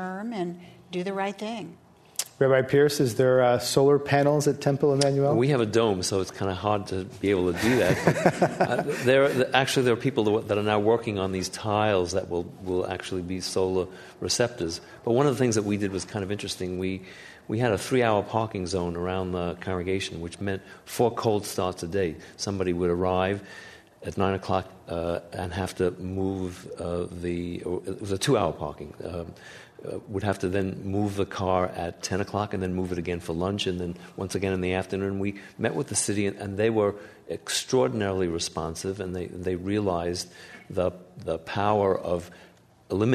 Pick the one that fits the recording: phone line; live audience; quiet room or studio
live audience